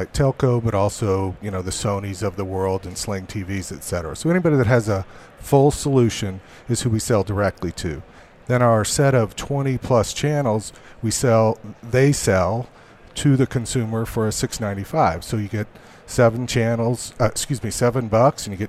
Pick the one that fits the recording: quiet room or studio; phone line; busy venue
busy venue